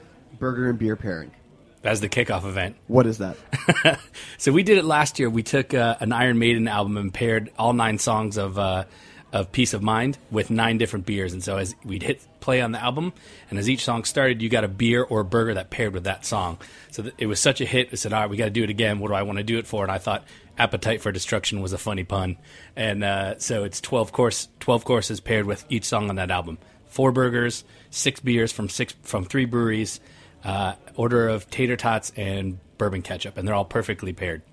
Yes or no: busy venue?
yes